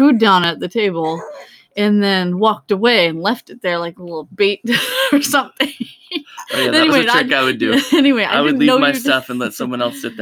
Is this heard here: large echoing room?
no